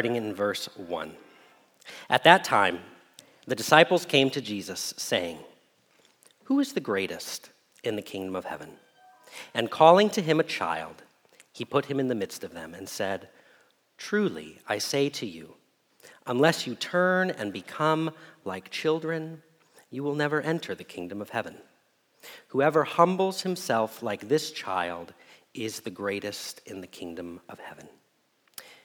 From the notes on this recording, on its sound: Message Preached at Valley Creek Church